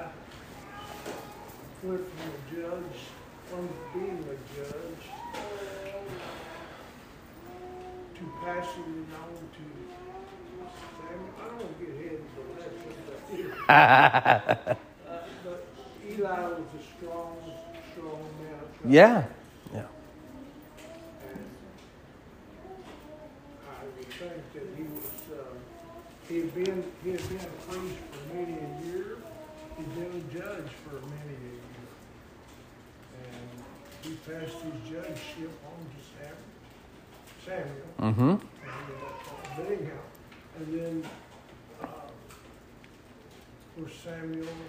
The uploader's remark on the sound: Sermon preached at Mid County Baptist Church.